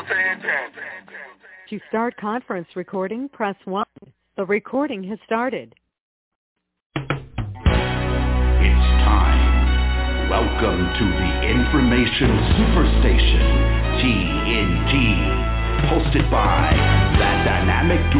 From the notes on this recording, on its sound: TNTSuperfantastic Conference Call